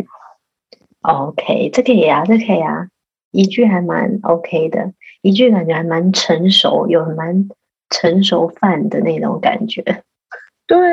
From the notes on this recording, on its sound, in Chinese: 線上錄音again我們依舊趁著孩子睡去後躲在黑漆漆的房間裡